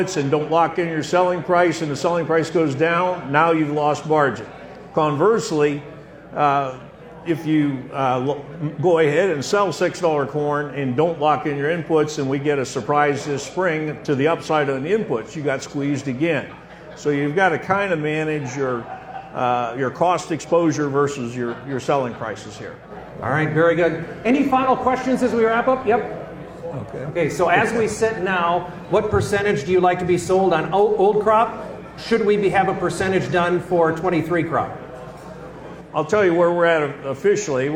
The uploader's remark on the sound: This episode was taped in front of a live audience at the 2023 York Ag Conference in York, Nebraska.